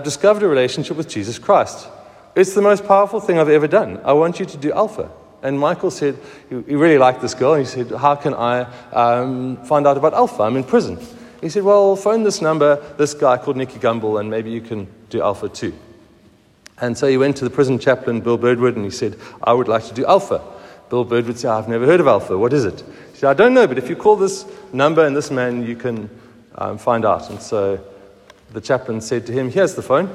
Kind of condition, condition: setting, large echoing room